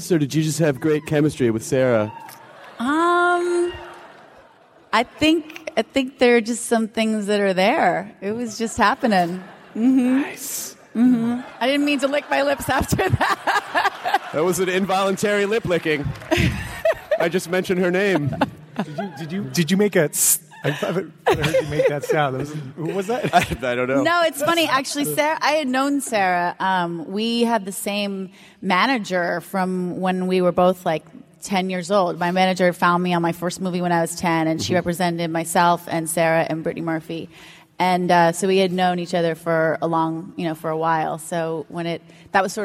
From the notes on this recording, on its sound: Recorded at the nerdtastical C2E2 in Chicago. PILES of thanks to ReedPop for allowing us to record and share this with the masses!!!